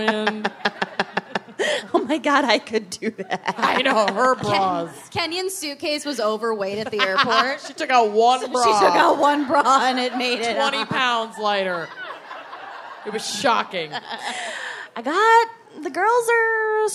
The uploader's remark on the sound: Philadelphia LIVE. Live from Philadelphia.